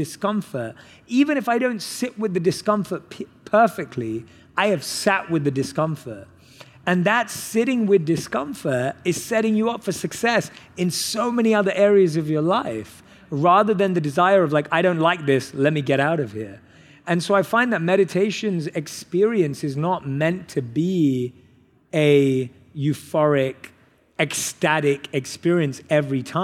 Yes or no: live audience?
yes